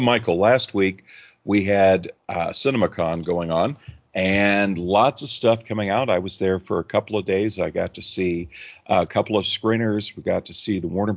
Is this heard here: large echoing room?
no